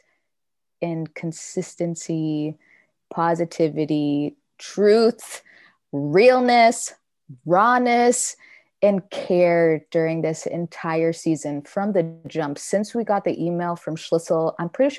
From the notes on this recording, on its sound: Recorded using Zoom